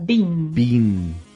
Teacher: Quando você fala bean de feijão, você tem que acabar o som com a língua no topo da boca.